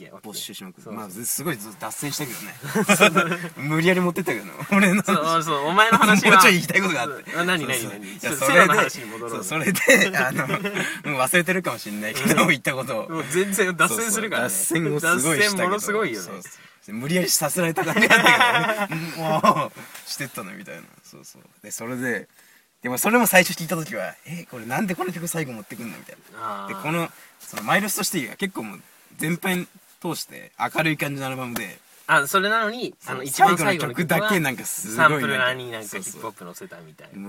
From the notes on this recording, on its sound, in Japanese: 寒空のした収録した第1回目でございます。